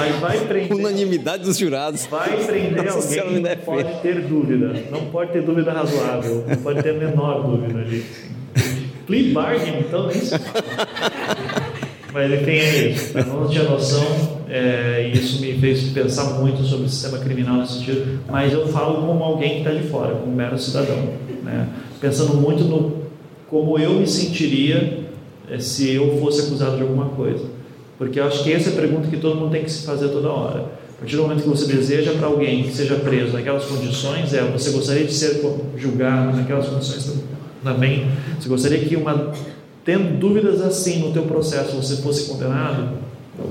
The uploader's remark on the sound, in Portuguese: Ao Vivo – UNIFOR. Foi gravado ao vivo na Universidade de Fortaleza. A convite da Escola de Direito.